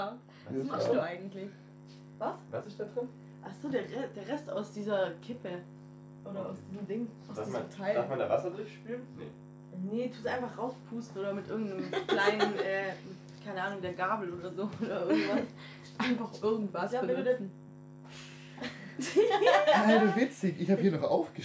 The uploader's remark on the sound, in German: Diese Folge bietet euch eine extrem schlechte Audioqualität (sorry dafür)!